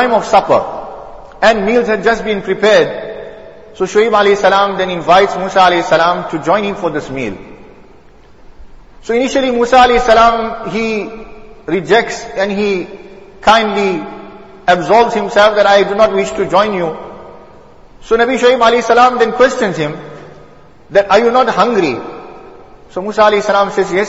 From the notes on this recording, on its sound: Jumuah lecture